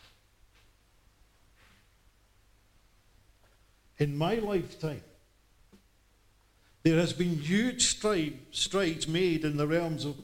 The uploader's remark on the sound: The recording was made as part of a Gospel Evening at Blacketyside Farm, Leven.